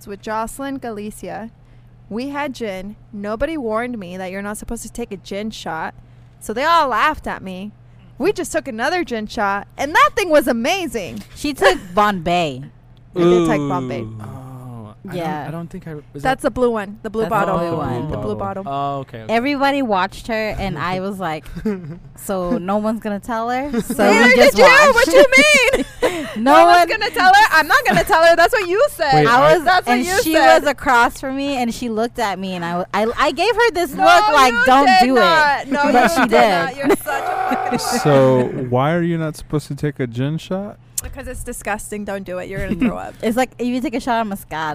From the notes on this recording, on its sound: We had a chance to do a recording over at The Cotillion, the historic event venue built in 1960.